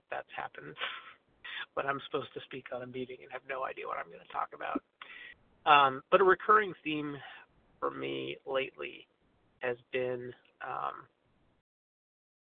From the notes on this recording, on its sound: 100 Pounders Phone Meeting, 1/28/23